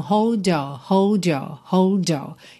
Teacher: A pronúncia fica mesmo hold your, hold your, hold your. Então, fica um Dzinho mesmo